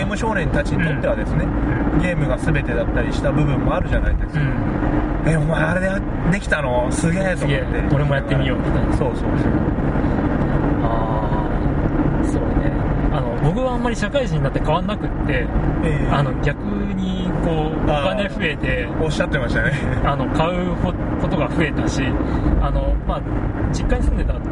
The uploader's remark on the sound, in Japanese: 車中での録音のためノイズが入っています。